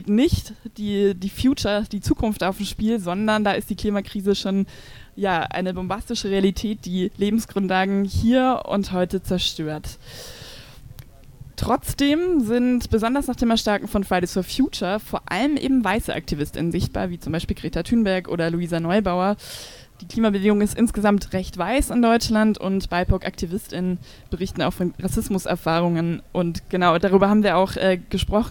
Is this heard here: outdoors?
yes